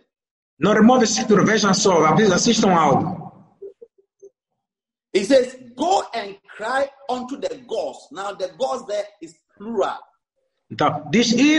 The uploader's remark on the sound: ZOOM PROPHETIC EXPERIENCE SERVICE